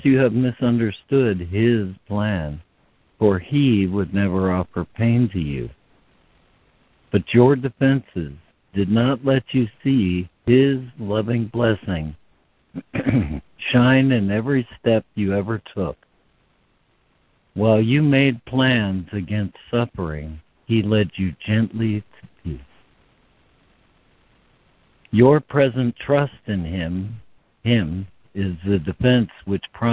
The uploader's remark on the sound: ACIM Daily Conference Call